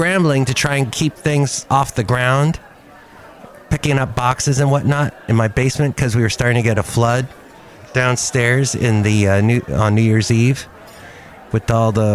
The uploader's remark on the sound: podcast live from Cafe Anyway